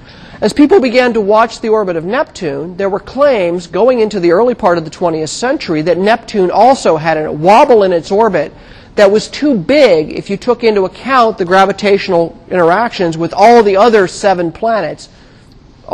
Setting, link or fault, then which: setting, large echoing room